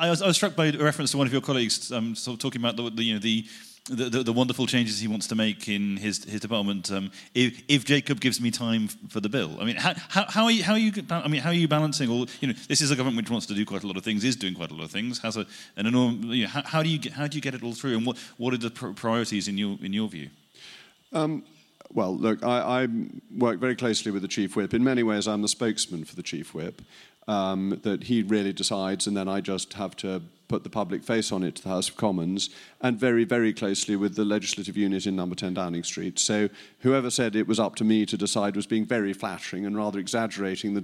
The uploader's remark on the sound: It's a very special edition of the podcast this week as we take you inside Tory conference in Manchester for a fascinating, fun-packed conversation.